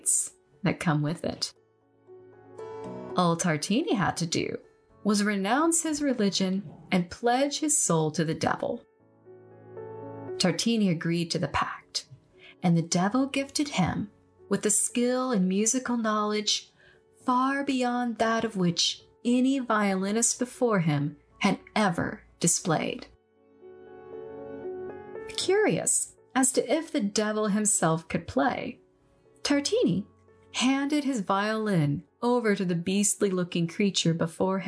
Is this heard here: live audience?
no